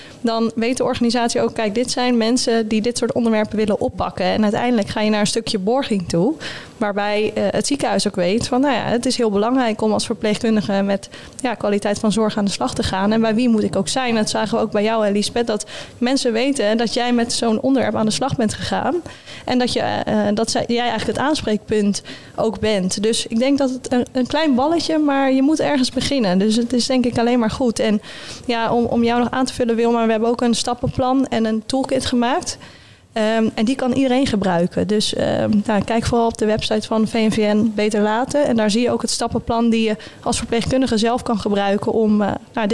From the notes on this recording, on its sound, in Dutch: De podcast is de eerste van een zesdelige serie die werd opgenomen tijdens het kennisfestival Bruis op 14 juni.